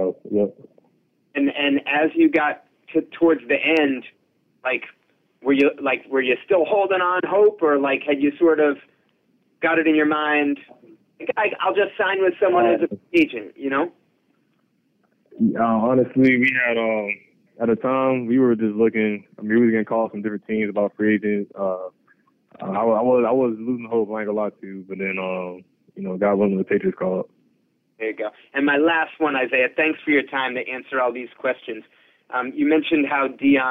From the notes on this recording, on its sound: addresses the media during his conference call on Saturday, April 29, 2023